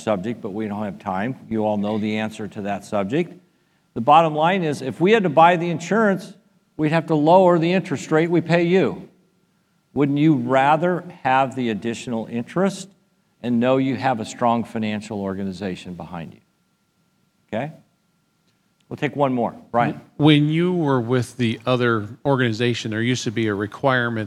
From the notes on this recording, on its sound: Delivered a powerful talk about The Solomon Foundation at our REFRESH conference in Nassau, Bahamas.